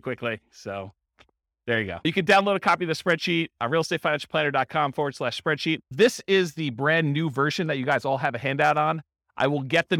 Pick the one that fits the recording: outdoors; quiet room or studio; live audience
live audience